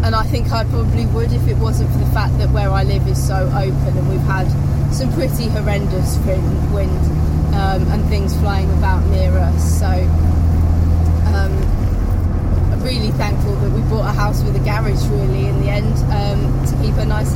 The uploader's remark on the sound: All recorded from my 1968 Morris Minor, Peggy.